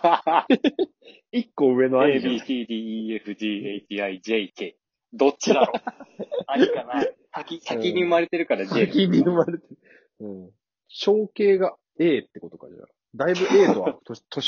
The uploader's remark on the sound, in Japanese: 引き続き音質がご愛嬌ですがよくご容赦ください。